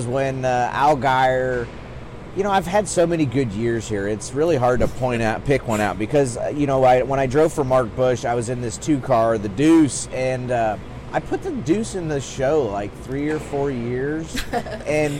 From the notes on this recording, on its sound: live from the Chili Bowl Nationals in Tulsa, Okla.